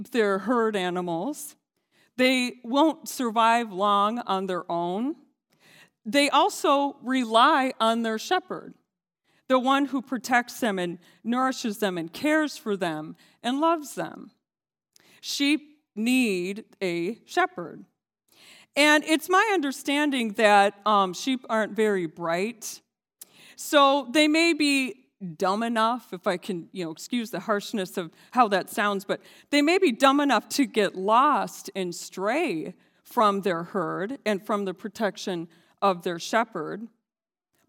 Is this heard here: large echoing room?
yes